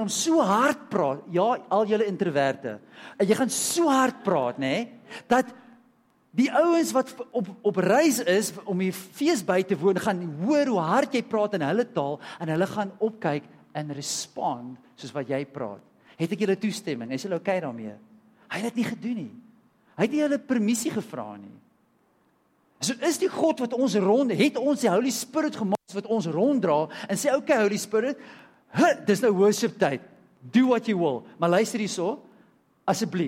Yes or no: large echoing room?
yes